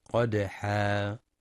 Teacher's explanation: وينتبه لتفخيم القاف في قدحا مع قلقلة الدال الساكنة والوقف بمد العوض بمقدار حركتين قدحا